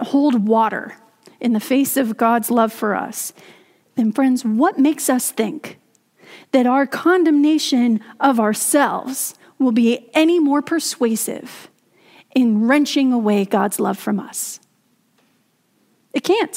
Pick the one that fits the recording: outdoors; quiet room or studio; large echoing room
large echoing room